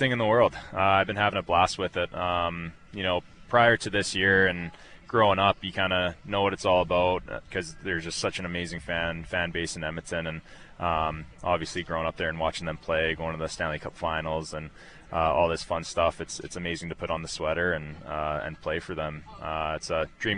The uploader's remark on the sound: Live from the Shaw Charity Classic